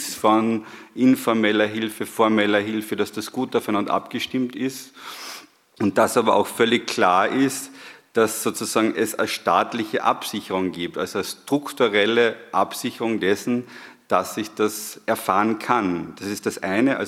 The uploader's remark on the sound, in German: der anschließenden Diskussion rund um die Wortmeldungen aus dem Publikum